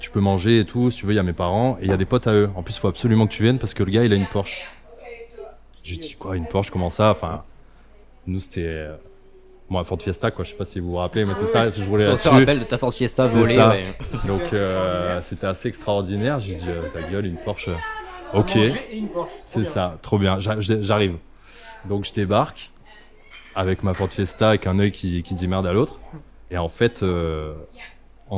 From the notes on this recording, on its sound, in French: Toujours enregistré chez Deep Coffee Roasters à Marseille. Autour de quatre espressos, de pâtisseries, d’un jus de fruits et d’un latte glacé.